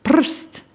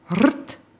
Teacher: Das Lautsystem besteht aus 25 Konsonanten und 5 reinen Vokalen A, E, I, O, U und einem R, das sowohl vokalisch als auch nicht vokalisch verwendet werden kann. Durch den silbischen Charakter des R im Kroatischen kann es auch zur Bildung von Wörtern ohne jegliche Vokale kommen.